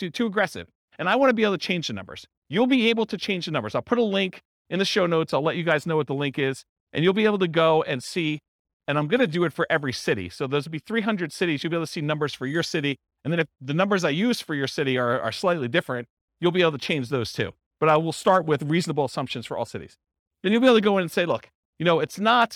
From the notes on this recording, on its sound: This was a live class recorded